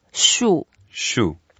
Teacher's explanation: fourth tone, so we go down.